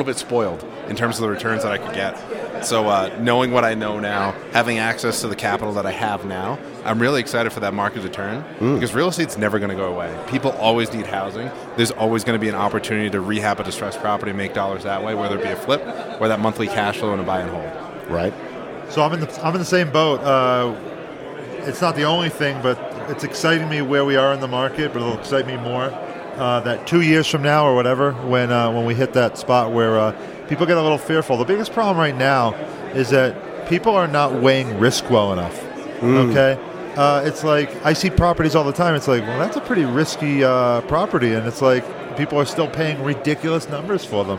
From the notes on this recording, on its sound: Recorded live from the Best Ever Conference in Keystone, Colorado.